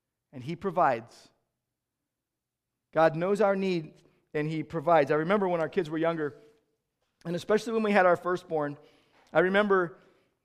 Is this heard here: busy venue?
no